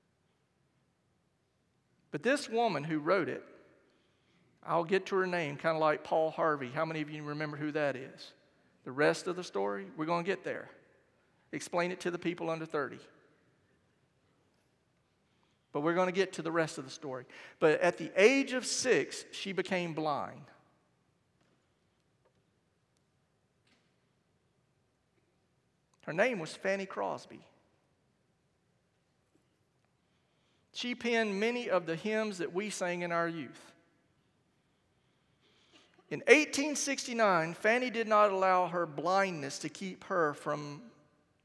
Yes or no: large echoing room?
yes